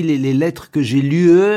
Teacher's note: Que j'ai lu avec une voyelle un peu longue. Régionalement, on peut avoir une voyelle longue au féminin.